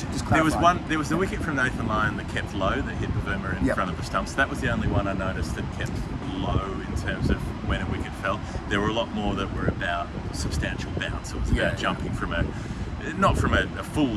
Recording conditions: wind noise